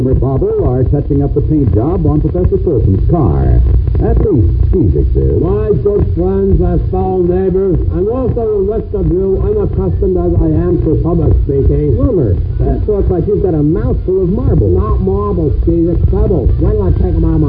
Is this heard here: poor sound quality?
yes